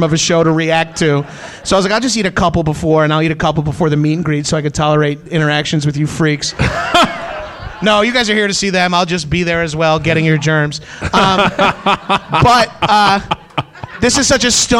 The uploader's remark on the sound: Recorded at Stand Up Live in Phoenix, AZ.